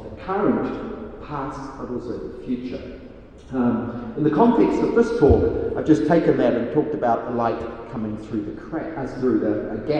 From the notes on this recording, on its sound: speaks at SRHE Digital University Network Event